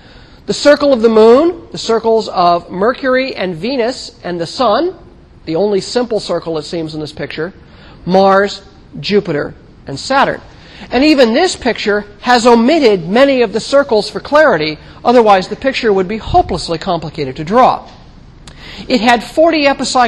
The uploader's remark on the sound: Recorded 2007 Oct 9 in 1000 McPherson Lab on the Columbus campus of The Ohio State University. NOTE: Due to a recorder malfunction, only the first 15 minutes of this lecture was recorded.